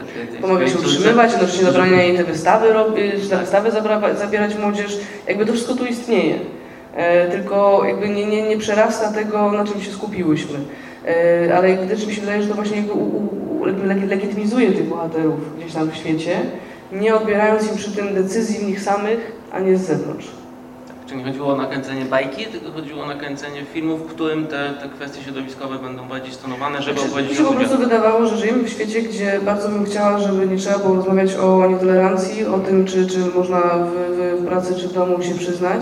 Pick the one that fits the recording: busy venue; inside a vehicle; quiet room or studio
busy venue